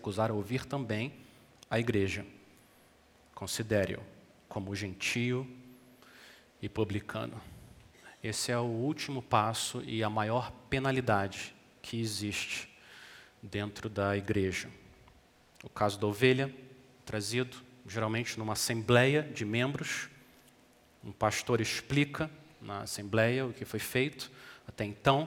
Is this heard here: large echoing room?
yes